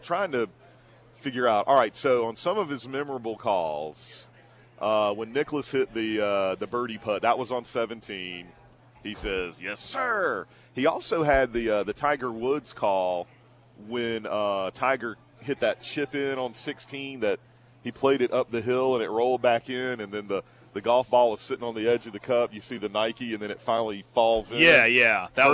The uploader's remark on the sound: broadcast live at the Chick-fil-A in Beechwood